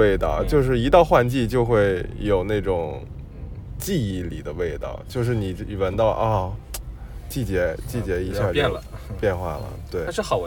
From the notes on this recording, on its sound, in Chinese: 本期录音来自周六演出当天前往拍摄场馆路途中录制